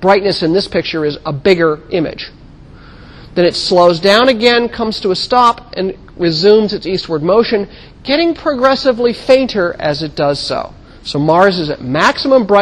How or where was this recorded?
large echoing room